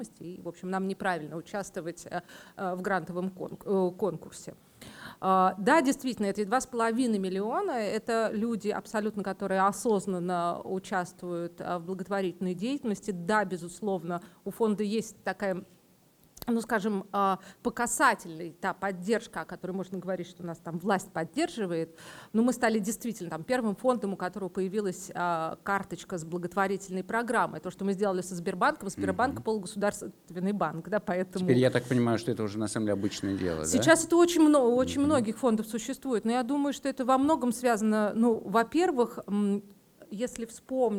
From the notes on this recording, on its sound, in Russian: Подкаст записан на открытии четвертого сезона в Благосфере.